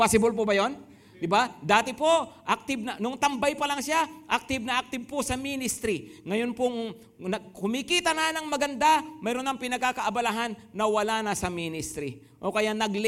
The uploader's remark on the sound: At Grace Testament Church's 10am service.